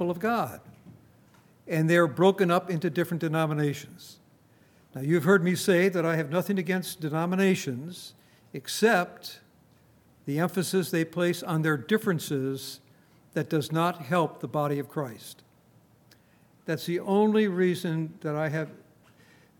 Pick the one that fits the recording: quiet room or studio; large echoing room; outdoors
large echoing room